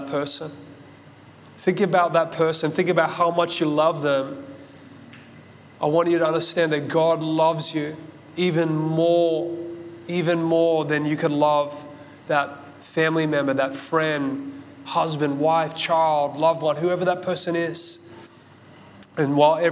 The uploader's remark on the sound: This message was recorded at Zion Church Gold Coast on Sunday December 18th 2022